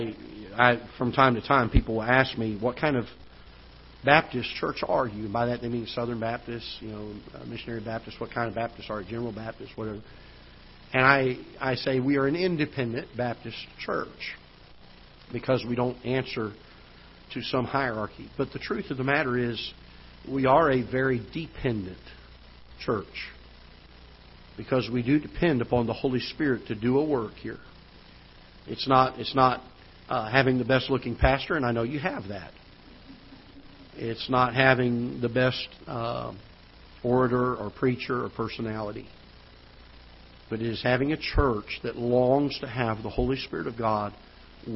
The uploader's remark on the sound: Ketha Heights Baptist Church ~ Live Broadcast